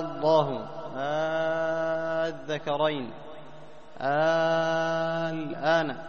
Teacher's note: الإبدال ألفا ثم مدها مدا مشبعا